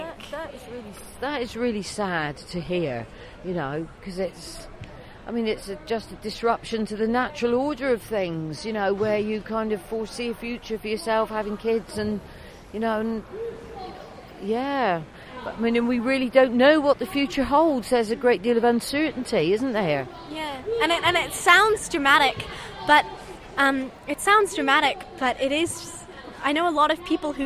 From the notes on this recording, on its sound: Live from school strike